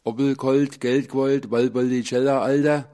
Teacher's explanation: Ein L, bei dem die Zungenspitze zwischen den Zähnen erscheint. · Term: interdentale Labiallaut